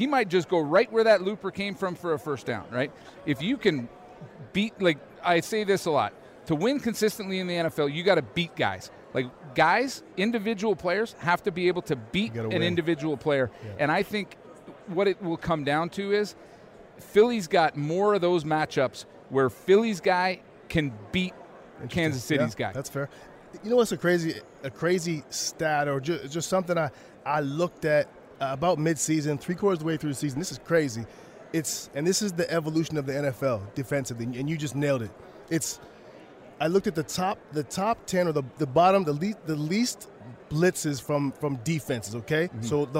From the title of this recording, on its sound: from Super Bowl 57 in Phoenix